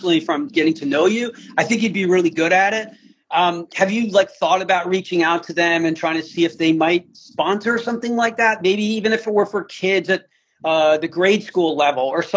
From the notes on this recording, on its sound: This conversation is from an IG live I hosted.